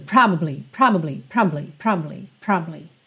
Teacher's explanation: É como se você passasse tão rápido, mas tão rápido por essa sílaba do meio que ninguém nem escuta